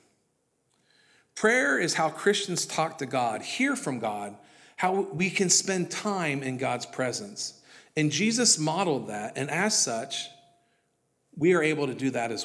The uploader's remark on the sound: This was originally recorded at Palestine Church of Christ.